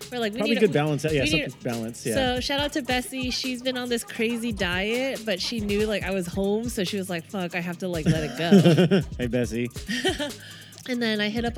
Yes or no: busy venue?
yes